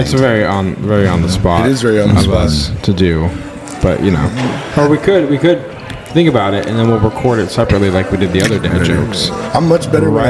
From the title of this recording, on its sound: LIVE from Long Beach ISS